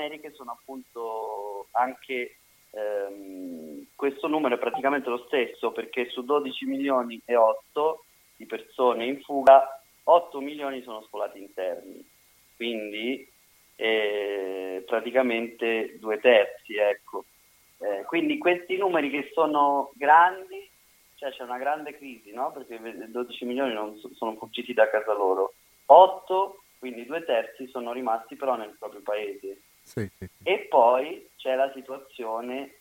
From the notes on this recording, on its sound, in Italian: Al telefono